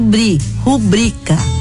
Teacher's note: Rubrica é uma palavra paroxítona. Tem a penúltima sílaba tônica, nesse caso, bri, rubrica.